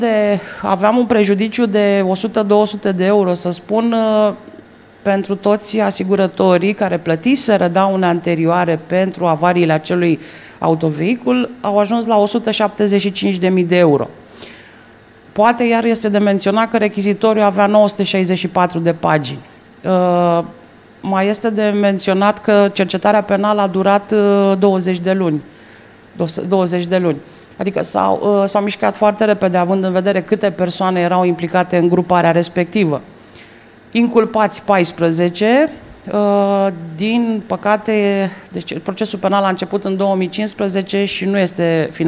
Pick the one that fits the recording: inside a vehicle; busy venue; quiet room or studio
busy venue